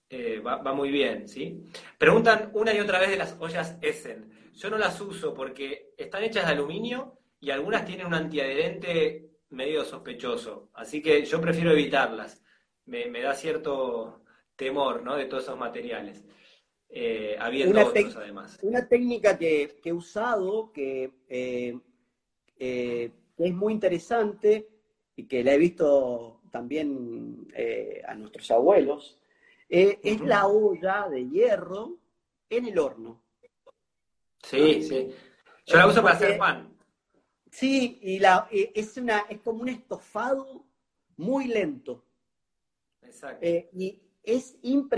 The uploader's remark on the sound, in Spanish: Audio de la charla en VIVO por Instagram